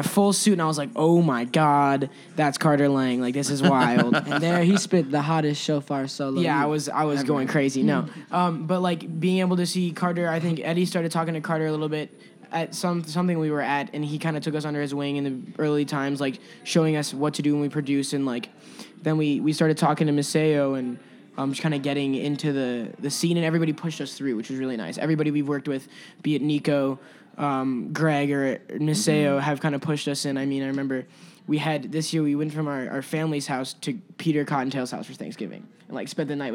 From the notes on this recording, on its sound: broadcast live at Virgin Hotels